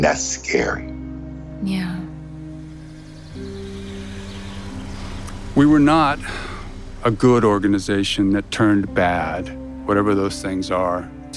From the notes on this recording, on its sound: This episode also features audio from the 40-year anniversary memorial of the Jonestown Massacre held on November 18, 2018 at Evergreen Cemetery in Oakland, California.